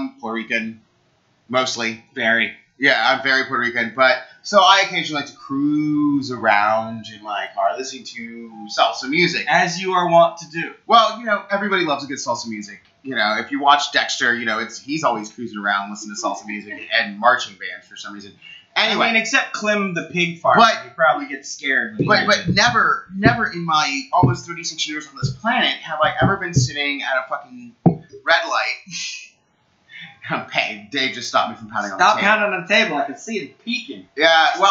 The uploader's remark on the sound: Now in LO-FI.